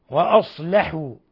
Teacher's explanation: لاحظ كيف رققنا اللام بعد الصاد المفخمة